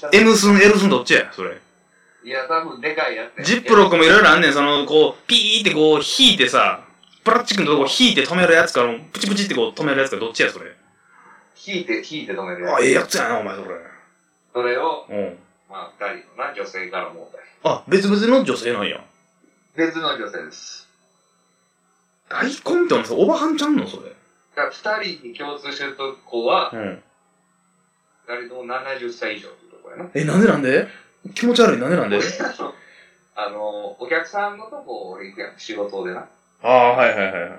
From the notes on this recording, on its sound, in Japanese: リモート収録。